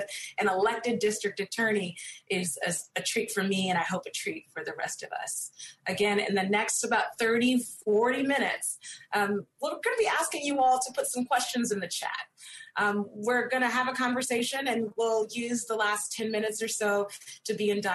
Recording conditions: video call